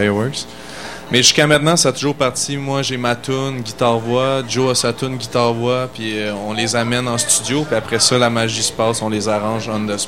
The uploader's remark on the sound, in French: Lors du Festival OFF de Québec 2015 sur les ondes de CKRL 89,1, en direct du bar Le Sacrilège.